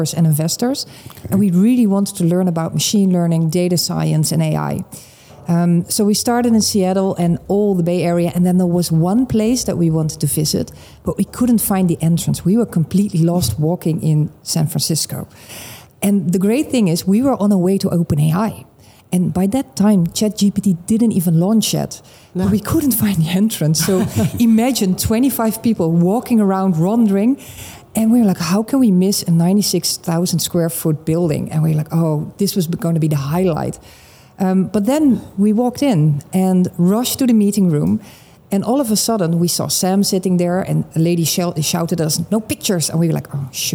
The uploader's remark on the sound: Live from Money 20/20 Europe